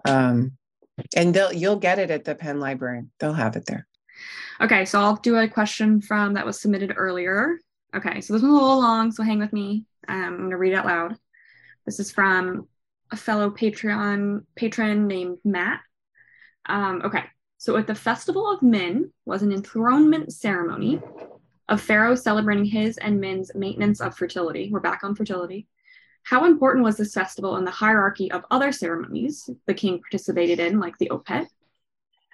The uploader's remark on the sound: This month's Patreon Q&A is a recording from our Live Zoom event on February 18th